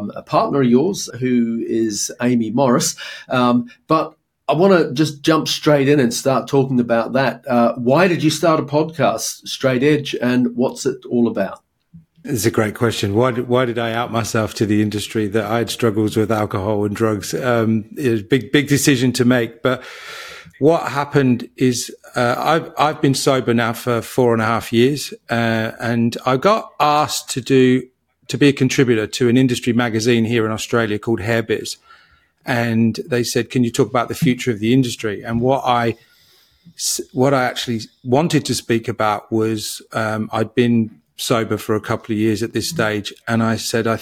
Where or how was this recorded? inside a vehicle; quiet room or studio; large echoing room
quiet room or studio